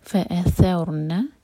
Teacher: فاثرنا، فا ایک حرکہ، حمزہ ایک حرکہ، ثور را جو ہے ہیوی ہوگا کیونکہ اس سے پہلے ہے فتحہ. ثورنا، را کو باریک نہیں ہونا دینا.